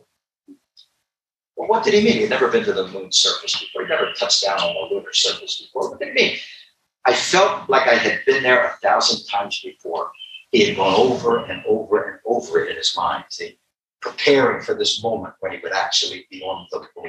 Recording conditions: poor sound quality